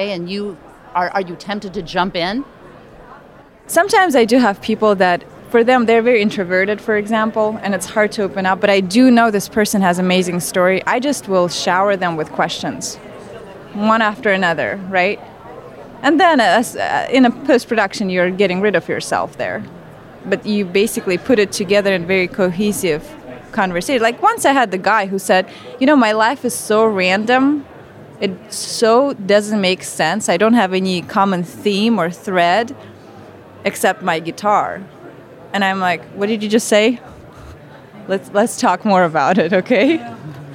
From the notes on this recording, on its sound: live from the Podcast Movement event